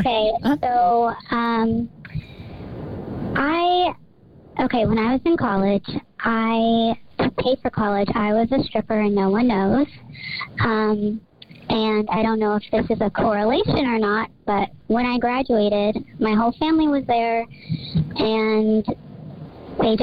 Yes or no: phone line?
yes